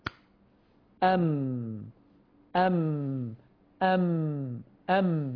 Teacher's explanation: فالميم تخرج من الشفتين مع انطباقهما